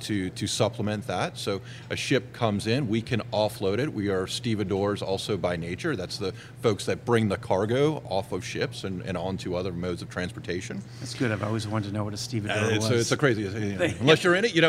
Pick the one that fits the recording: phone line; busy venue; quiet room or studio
busy venue